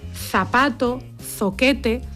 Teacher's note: El sonido que representa la Z es interdental. Zapato, zoquete, cuando los pronunciamos ponemos la lengua entre los dientes.